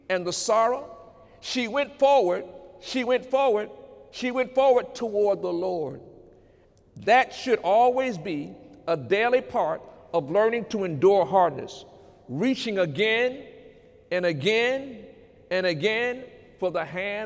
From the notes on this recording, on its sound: During Sunday morning service on November 11, 2018